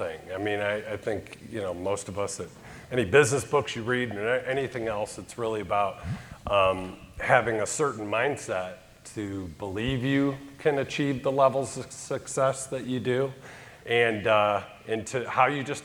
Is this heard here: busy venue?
yes